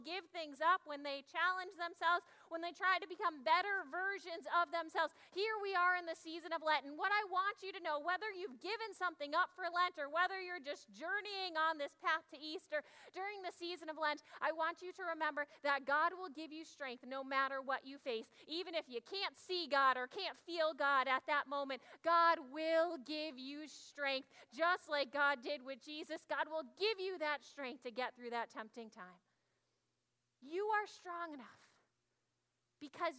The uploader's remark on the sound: Audio from 9am service. Zion United Church of Christ.